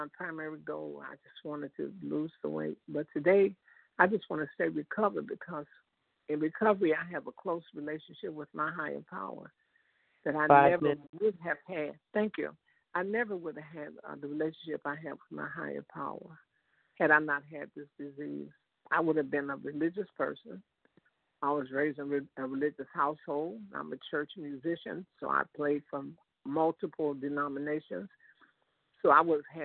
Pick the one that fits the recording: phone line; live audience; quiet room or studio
phone line